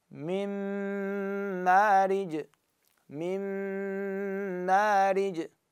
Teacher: ميم مشددة أطيها غنة مقدار حركتين · Term: إدغام كامل